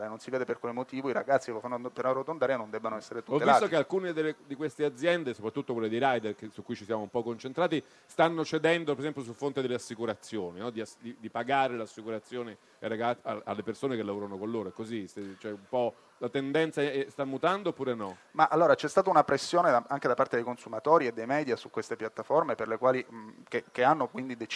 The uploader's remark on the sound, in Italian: Zapping in diretta dal Festival dell'Economia di Trento